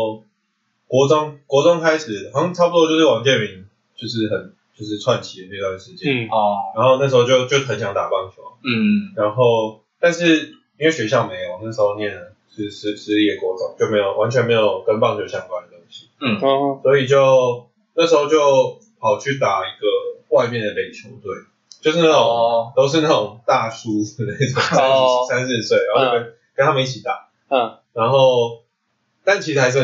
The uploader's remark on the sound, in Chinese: 本集電腦沒有放乖乖，音質略微奇特